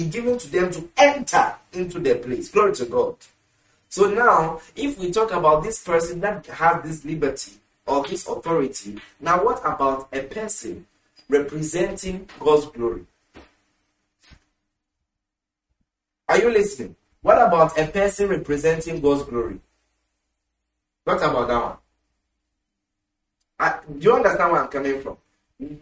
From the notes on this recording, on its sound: Preached at the The Prophetic Encounter Service, Accra, Ghana.